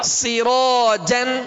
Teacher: سین کو باریک پڑھیں گے اور را کو پر کریں گے، را کے ساتھ الف مدہ ہے، لہذا الف کو بھی را کی وجہ سے پر پڑھیں گے.